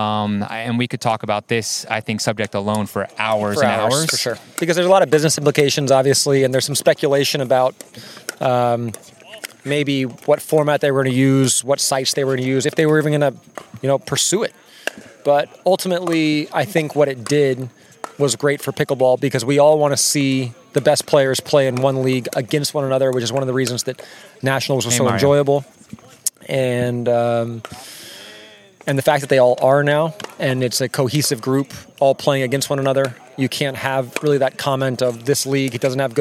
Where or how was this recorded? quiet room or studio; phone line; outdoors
outdoors